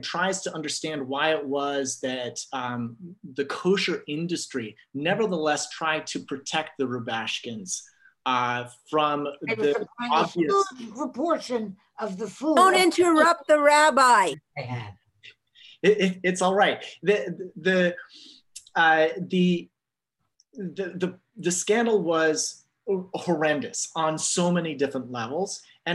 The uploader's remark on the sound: This audio was captured from Zoom. As part of Yom Iyyun on Food Ethics.